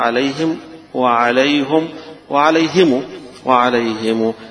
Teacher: الصلة كأنه بيحط لها واو في آخرها بيشبه الحركة اللي فيها